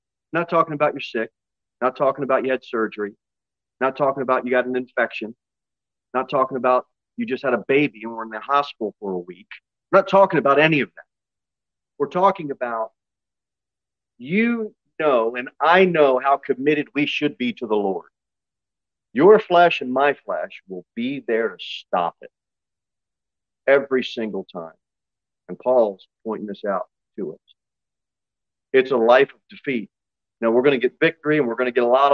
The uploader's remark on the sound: Sermon delivered at Pilgrim Baptist Church. Pilgrim Baptist Church is a bible-believing, independent Baptist church.